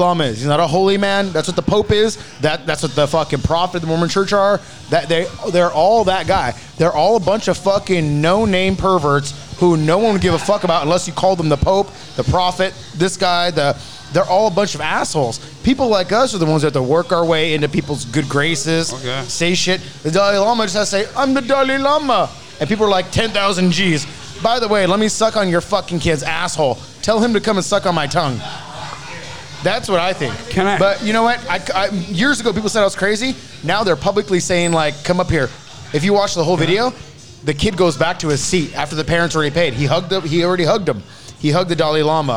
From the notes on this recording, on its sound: Booze and the Dudes Live from the 3 Iron Brewery.